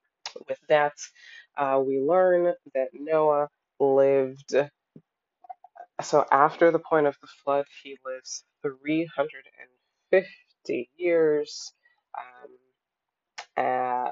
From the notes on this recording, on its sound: Forgive the audio quality in this episode!